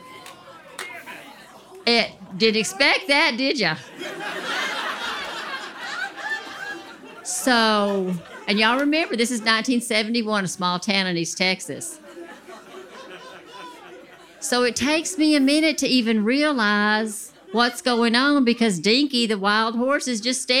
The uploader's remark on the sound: The second part of the Worth Repeating live storytelling event